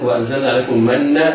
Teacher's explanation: نون المن نون مشددة تغن بمقدار حركتين، ولامها مظهرة إظهارا قمريا